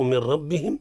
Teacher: النون عند الراء إدغام بلا غنة